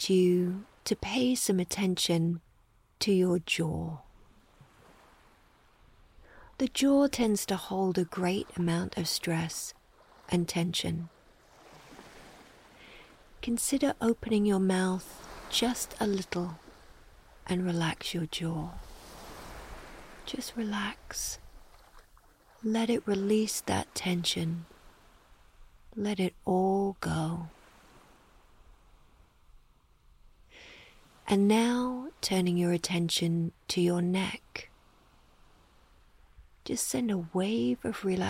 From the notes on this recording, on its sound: Sounds in this episode: Ocean waves, Foghorn, Seagulls, low droning of the observation room fans, underwater sounds of bubbles and humming.